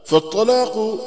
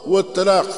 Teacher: الطاء والتاء مخرجهما واحد، وهو طرف اللسان والحنك الأعلى، لكن يختلفان في الصفة، حيث أن الطاء متصف بصفة الاستعلاء الذي يلزمه التفخيم، والتاء متصف بصفة الاستفال الذي يلزمه الترقيق. وبهذه الصفة يحصل التميز بينهما.